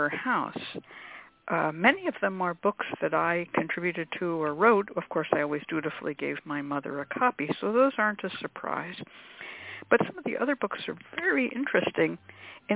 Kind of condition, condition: link, phone line